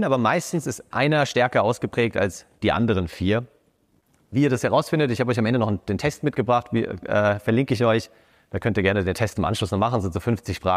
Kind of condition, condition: setting, live audience